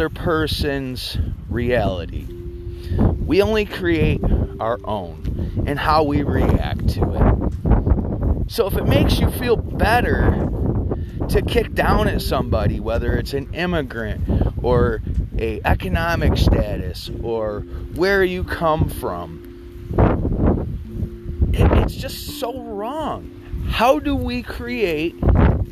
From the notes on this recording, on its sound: sorry about the wind I was walking my dogs